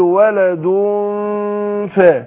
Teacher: هخفي النون للغنة مقدارها ايه حركتين فاقول ولد ف شوف المده ديت هي دي مده الغنه لا مش مجرد انها هخفي وبس اقول ولد فلكم لا ولد ف ولد فلكم الربع مما تركن من بعد وصية يوصين بها او دين. · Term: الغنة